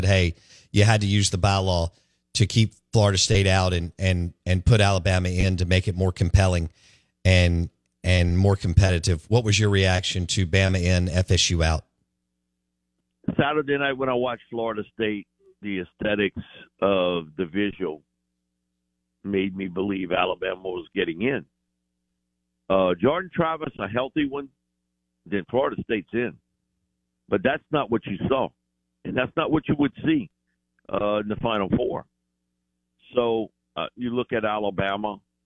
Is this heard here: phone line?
yes